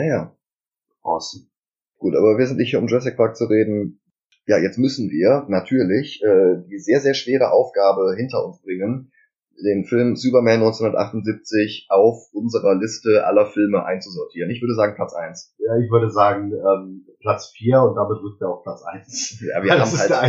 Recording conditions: poor sound quality